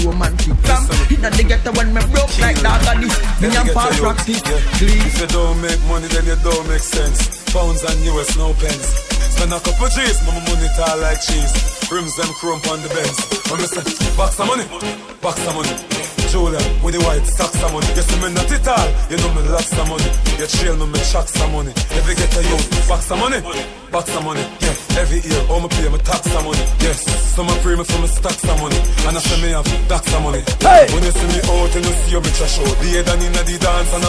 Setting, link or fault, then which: setting, busy venue